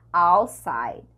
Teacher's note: o T pode ser falado ou pode ser omitido